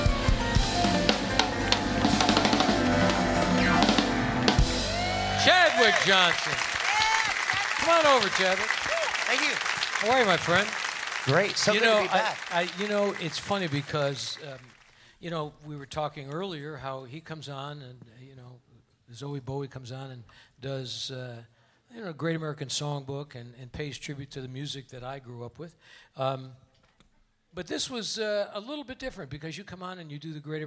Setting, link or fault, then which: setting, busy venue